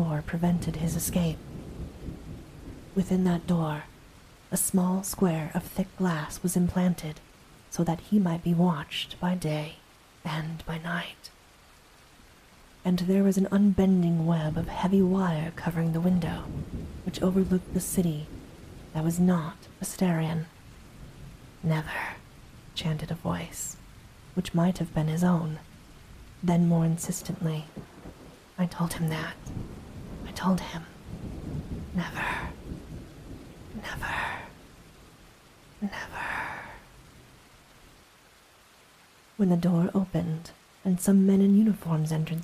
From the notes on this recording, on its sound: Soft Spoken Reading + Light Thunderstorm Ambience. A light thunderstorm has been added in as background ambience.